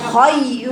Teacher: الراء التي قبلها ياء بيرقق الراء